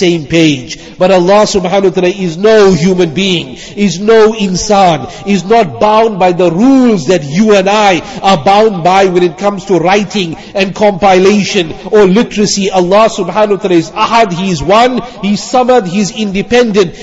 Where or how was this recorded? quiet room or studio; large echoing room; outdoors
large echoing room